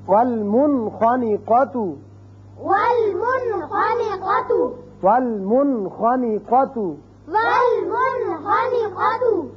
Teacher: اب آخری جو حرف تھا حروف حلقی میں سے وہ ہے خ، نون ساکن کے بعد اگر ایک کلمے میں آئے تو یہاں اس کا اظہار ہوگا